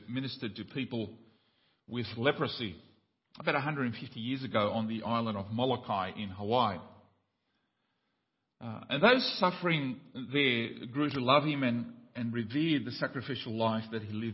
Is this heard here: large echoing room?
yes